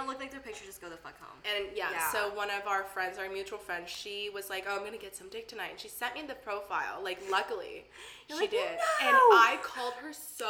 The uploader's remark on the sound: Share one single mic. Fridge in the background, clinking soju bottles, and echoed laughter in the concrete studio apartment located in Downtown LA.